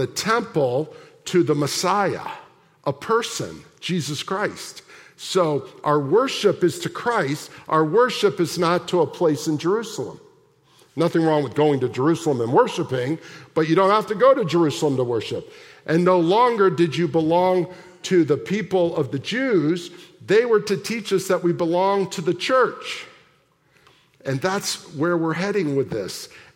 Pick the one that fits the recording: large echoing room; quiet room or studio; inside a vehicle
large echoing room